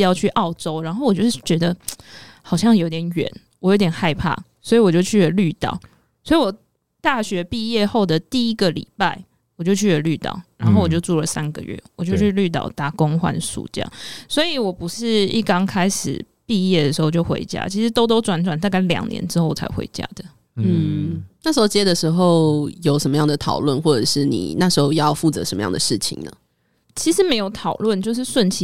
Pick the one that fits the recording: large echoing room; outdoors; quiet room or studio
quiet room or studio